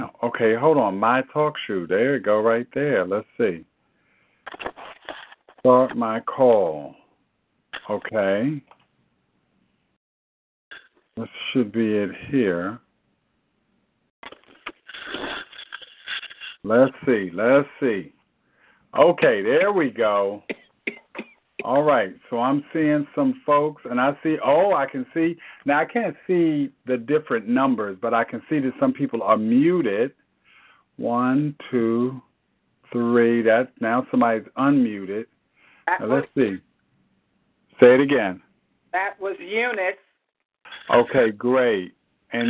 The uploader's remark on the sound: Tele Bible Study. Enon MBC Bible Study conference call.